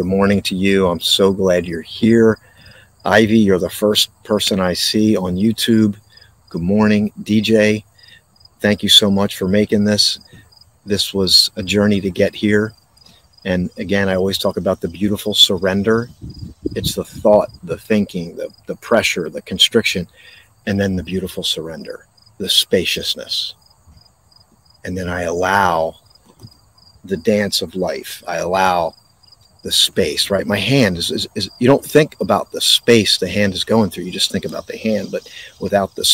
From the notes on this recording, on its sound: This Episode originally streamed live on location at Sunflower Farms, Dalton Farms Swedesboro NJ. The audio from this podcast was taken directly from this live stream.